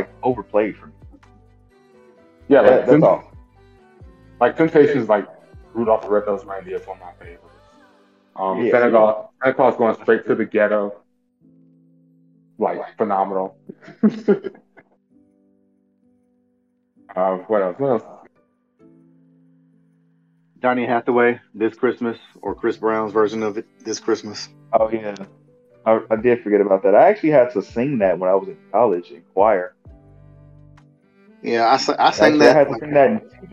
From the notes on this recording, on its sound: Once again please excuse the mic issues.